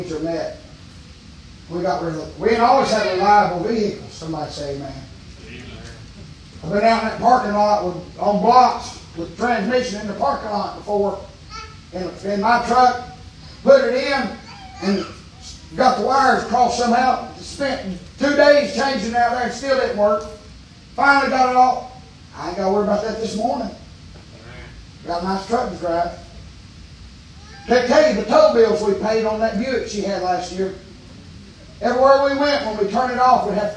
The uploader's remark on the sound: preaching live from Still Water Baptist Church on 9/3/23